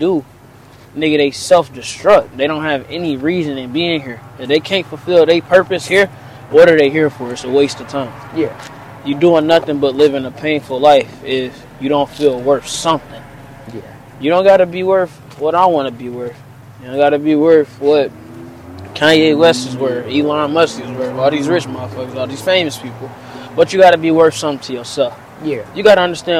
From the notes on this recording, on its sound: Today I tried something new, I did a walk and talk style podcast while chatting with my cousin.